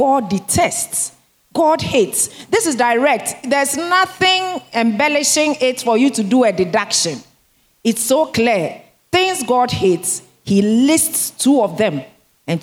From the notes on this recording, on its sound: Sermon preached at CBC Shiashie Campus